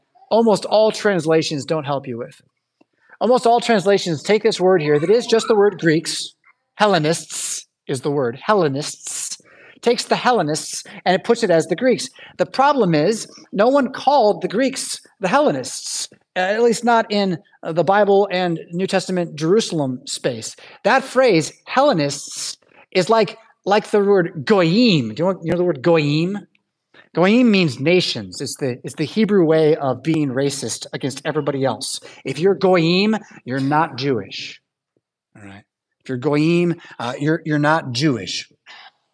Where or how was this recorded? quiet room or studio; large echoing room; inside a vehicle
large echoing room